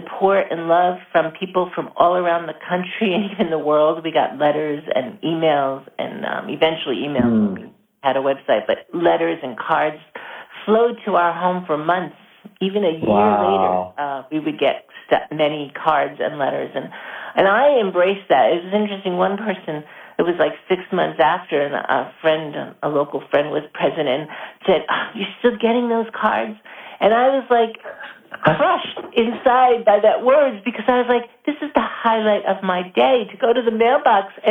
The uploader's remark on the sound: via telephone